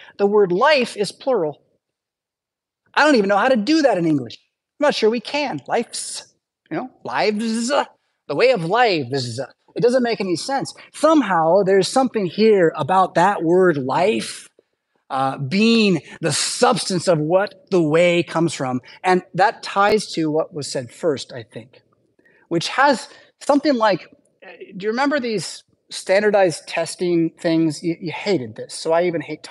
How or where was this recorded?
large echoing room